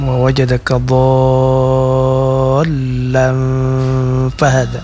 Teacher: Ini namanya termasuk mat lazim ya, mat lazim mustaqal kalimi. Jadi dia harus panjang dulu dotnya, kemudian masuk kepada huruf lam.